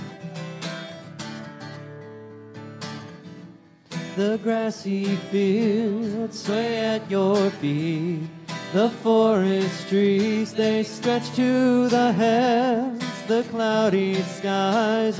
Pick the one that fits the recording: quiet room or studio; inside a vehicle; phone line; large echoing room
large echoing room